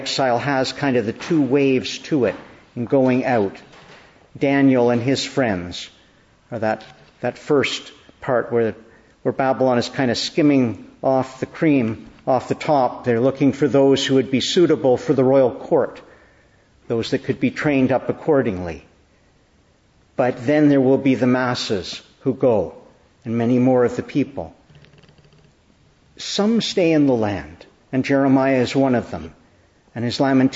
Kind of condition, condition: setting, large echoing room